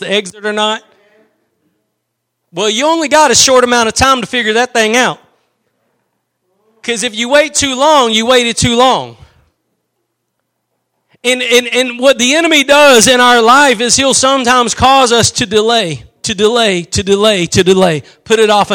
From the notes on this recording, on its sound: Preached at Gospel Lighthouse in Bossier City, La.